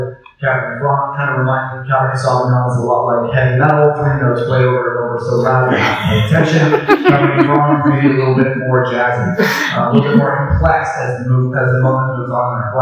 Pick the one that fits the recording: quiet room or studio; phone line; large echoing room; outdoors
large echoing room